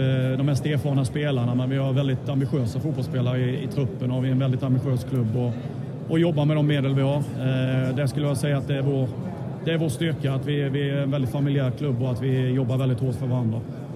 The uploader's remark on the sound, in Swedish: Vi ber om ursäkt för något svajigt ljud under intervjuerna. De spelades in under upptaktsträffen vilket gjort att mycket bakgrundsljud kommit med.